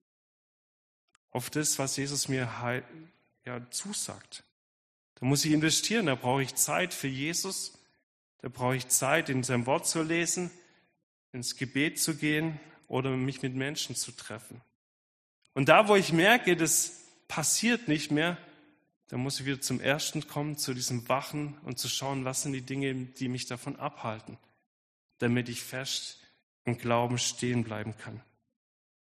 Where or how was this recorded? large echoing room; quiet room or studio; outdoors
large echoing room